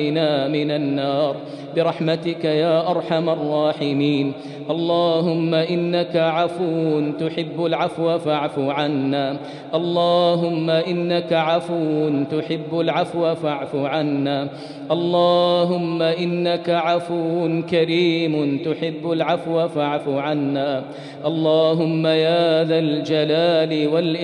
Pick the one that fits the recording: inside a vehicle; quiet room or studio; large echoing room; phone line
large echoing room